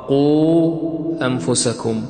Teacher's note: عندنا الواو هنا ساكنة وما قبلها مضموم، فهنا صارت الواو مدية، وما بعدها في كلمة أخرى همز، فصار المد مدا إيش؟